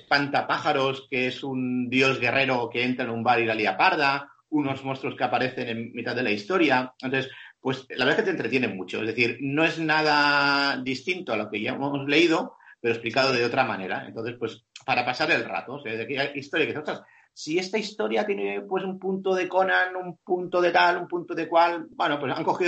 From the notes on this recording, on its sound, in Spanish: Podcast grabado de manera excepcional esperamos online debido a la cuarentena.